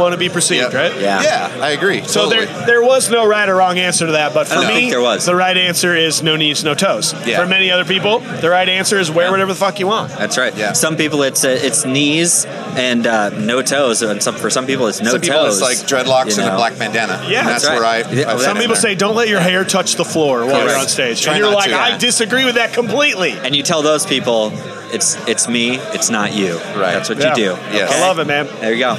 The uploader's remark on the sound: 1 Year Anniversary Live Broadcast. Record the podcast episode live from Tailgators during the CRMS 1 year anniversary meet up.